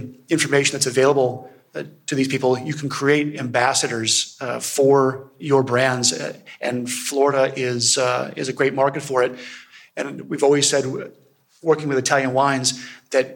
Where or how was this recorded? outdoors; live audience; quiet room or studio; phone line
live audience